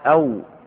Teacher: والأصل أن الشفة في حال الضمة تكون مضمومة مع أختها السفلى كهيئتها إذا نطق الواو، فلو أن الإنسان نطق واوا قال أو فضم الشفتين